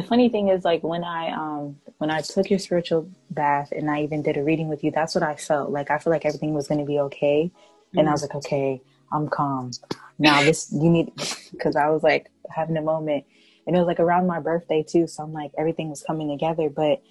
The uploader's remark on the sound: It goes down in the zoom calls. We talk about a lot in this zoom call.